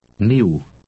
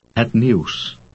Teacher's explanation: ends with an English E followed by a short U sound.